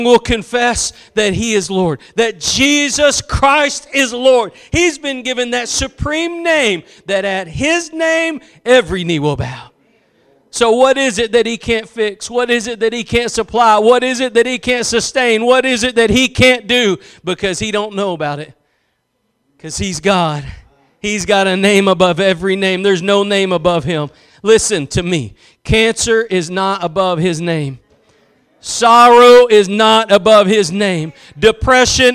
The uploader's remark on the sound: Preached at Gospel Lighthouse in Bossier City, La.